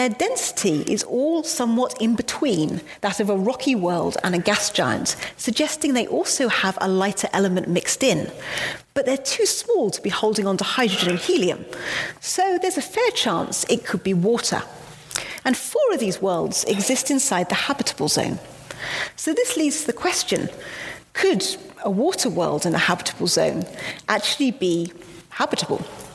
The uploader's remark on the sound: Today our podcast is from the Perimeter Institute. In a live public lecture from November 6, 2019.